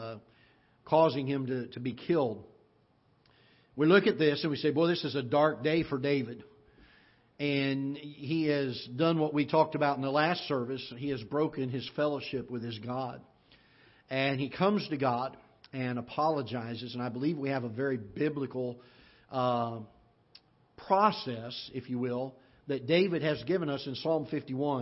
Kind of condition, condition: setting, large echoing room